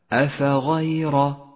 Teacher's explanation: ولاحظ أن الهمزة مرققة والفاء مرققة والغين مفخمة والياء مرققة والراء مفخمة